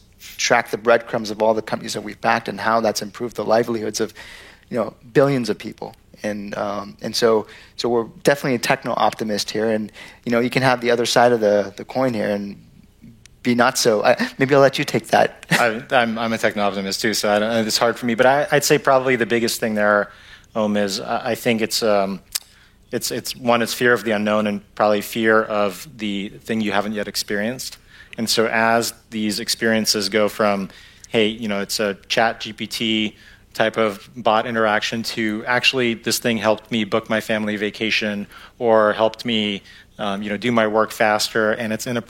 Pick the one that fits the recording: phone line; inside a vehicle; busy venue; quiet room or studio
busy venue